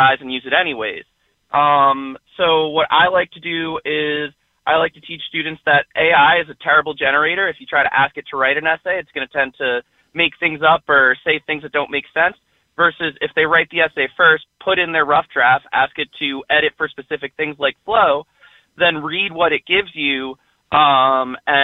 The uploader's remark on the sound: Listeners call in to share their experiences with AI at work.